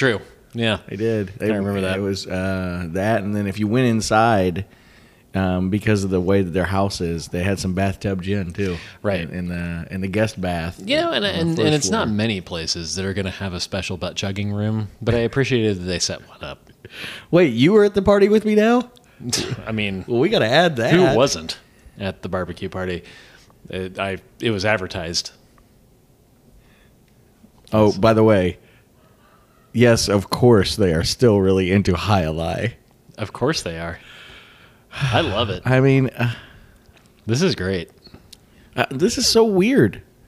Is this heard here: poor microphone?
no